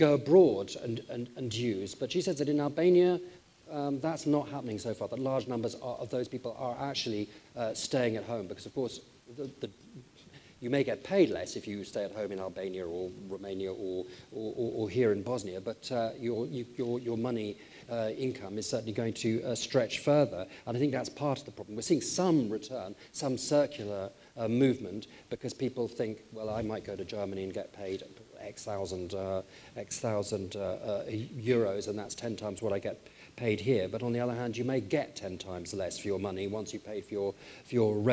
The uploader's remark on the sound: We recorded the most recent episode of Pocket Dilemmas in front of a live audience in Bosnia and Herzegovina ’s capital Sarajevo, host of last week’s 2019 Annual Meeting and Business Forum. Inside the country’s Parliament Building.